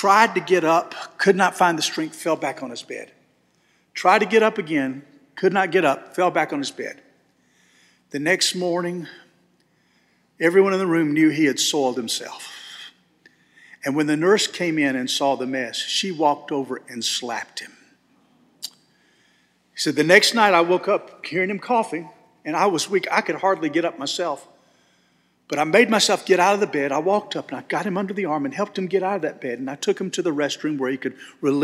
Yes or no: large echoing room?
yes